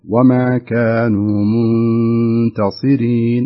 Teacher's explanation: النون الساكنة أتى بعد حرف التاء، والتاء من حروف الإخفاء. تعطيها شوي غنة.